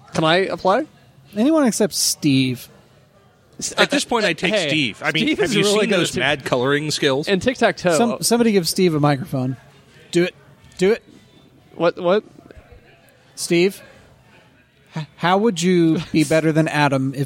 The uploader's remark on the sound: This shorty takes us on location to Books and Brews in Zionsville. This shorty takes us on location to Books and Brews in Zionsville.